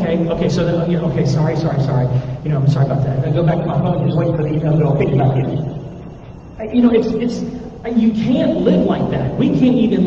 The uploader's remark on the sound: THERE WAS AN AUDIO PROBLEM THIS WEEK